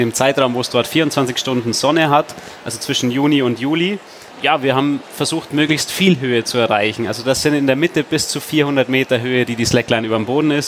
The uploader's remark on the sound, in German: Diesmal live von der Frankfurter Buchmesse.